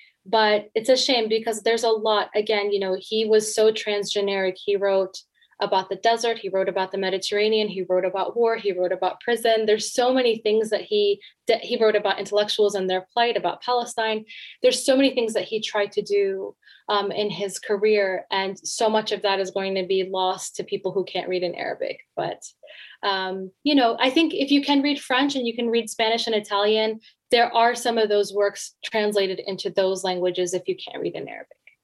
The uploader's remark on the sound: Following the interview, there is a moderated town-hall-style Q&A with questions coming from the live virtual audience on Zoom.